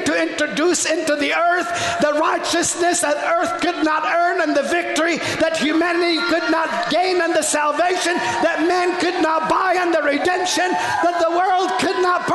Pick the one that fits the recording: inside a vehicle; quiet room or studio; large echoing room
large echoing room